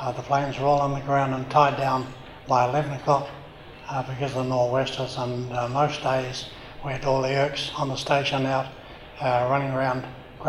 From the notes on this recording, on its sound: live at the Wings Over New Zealand Forum Meet